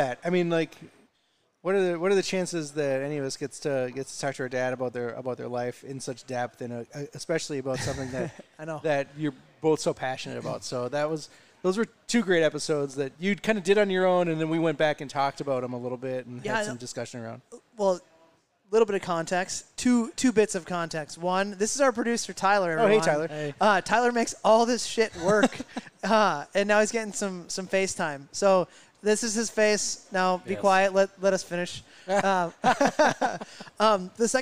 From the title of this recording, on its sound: Live from Utepils